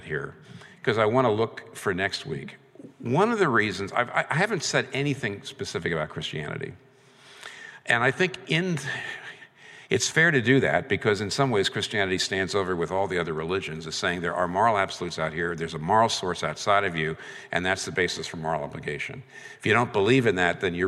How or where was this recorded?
live audience